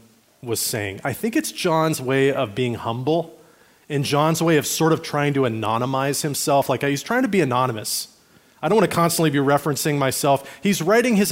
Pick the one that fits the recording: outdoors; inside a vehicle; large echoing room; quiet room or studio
large echoing room